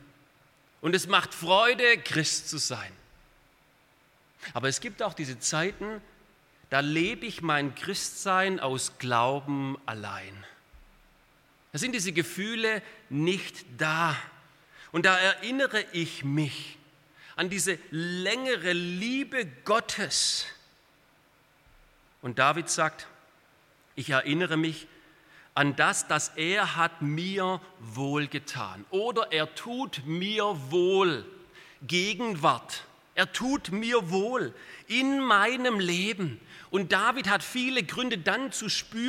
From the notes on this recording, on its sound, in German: Aus dem Gottesdienst der Liebenzeller Mission.